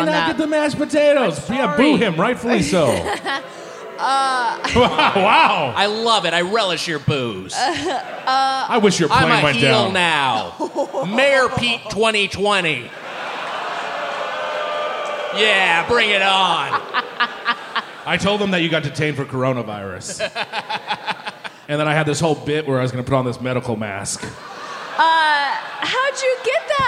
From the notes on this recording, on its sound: Recorded live at the Neptune Theatre.